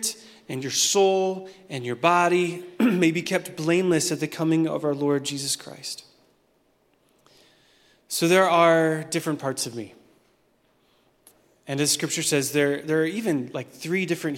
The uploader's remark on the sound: Recorded at Hope Church in Springfield, MO.